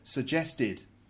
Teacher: Next word is suggest, which obviously ends in a T sound. So yes, of course, the ED ending will be pronounced id.